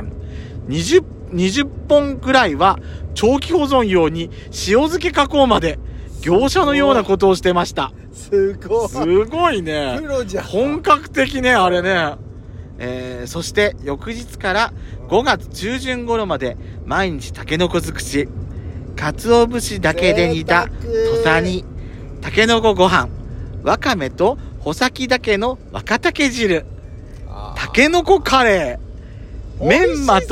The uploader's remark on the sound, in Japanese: 久々のロードノイズが入ってます。2人組。ドライブ収録 #ロードノイズごめんね。